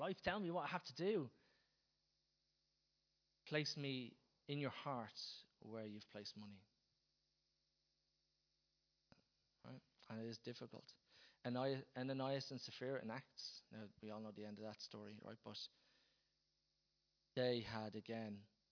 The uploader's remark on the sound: Recorded live at Liberty Church on 28th April 2019